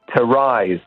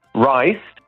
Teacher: con la S sonora, quindi con una vibrazione delle corde vocali · Shown in: first take · to rise, e il riso invece, rice, mentre altre parole che tu neanche te lo aspetti.